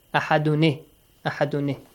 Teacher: So Hamzatul Wasl will be skipped and the tanween will get the sound of noon with kasra. Ahadun, dun, this noon sound will have a kasra.